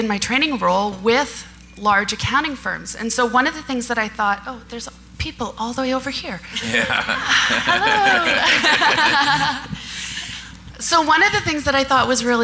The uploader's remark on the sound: Live Broadcast at the The IPBC IGNITE Conference